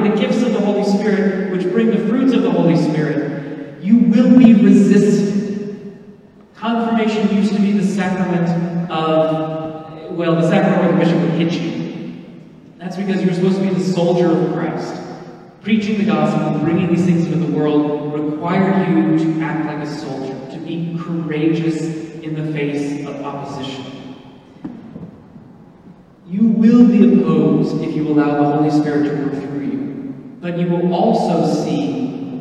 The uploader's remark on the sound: This is the homily I preached at the Confirmation Mass that I did.